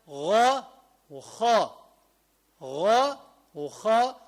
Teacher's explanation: ثم أعلى الحلق ماذا يخرج منه؟ الغين والخاء.